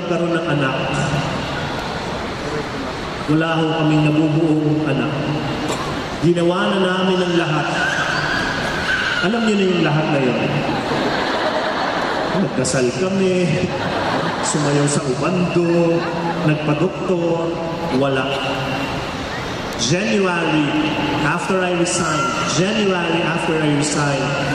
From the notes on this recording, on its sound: This talk was recorded from Rizal Grand Feast 2016